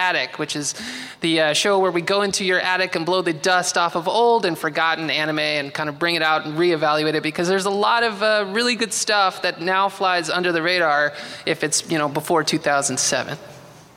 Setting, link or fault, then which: setting, busy venue